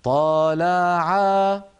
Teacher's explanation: الفتحة تصير ممطوطة فيتولد منها ألف، واللام تصير ممطوطة فيتولد منها ألف، وهكذا العين.